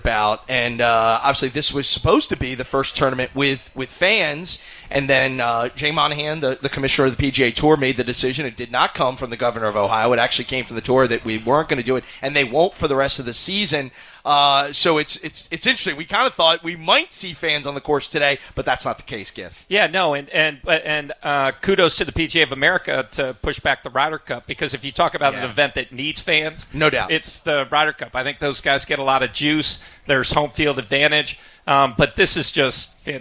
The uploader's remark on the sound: It's the first show of the 2020 season live from Independence Golf Club